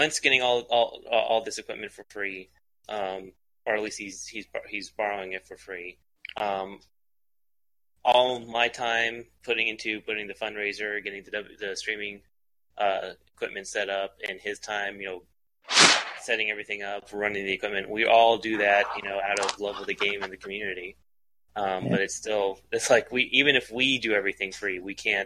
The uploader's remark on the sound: We had some minor audio issues this episode, we should have the issues resolved next record.